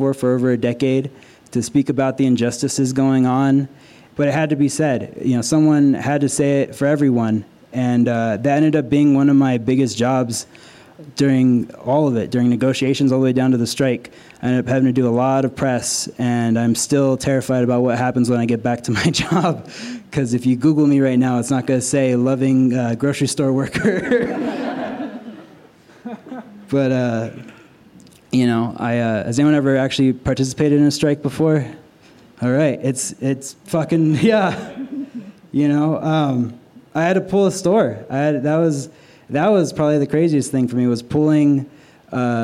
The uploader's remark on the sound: This story was recorded live at Buntport Theater.